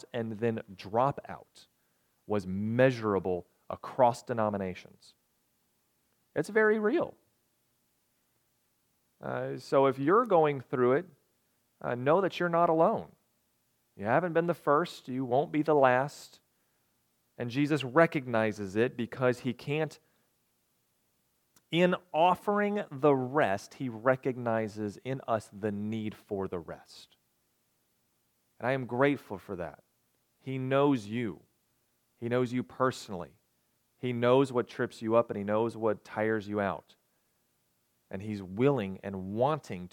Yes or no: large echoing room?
yes